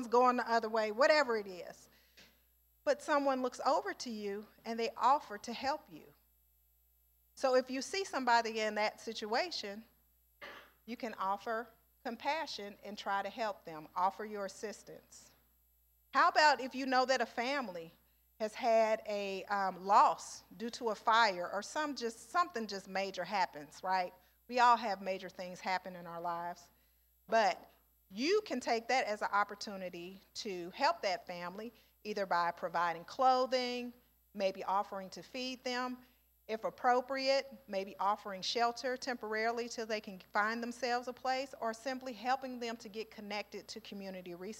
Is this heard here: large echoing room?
yes